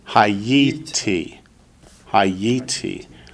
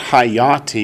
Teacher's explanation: So that's why it's a little different, because they end in the hay. Instead of the second vowel being an ah, it's an e · Shown in: first take